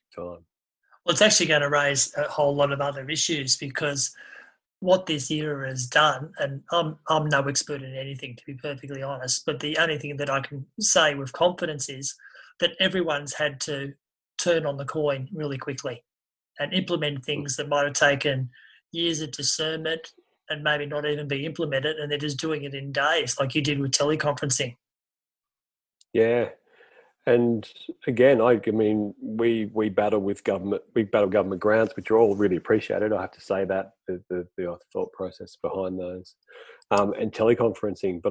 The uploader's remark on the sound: It have been recorded in zoom and unedited.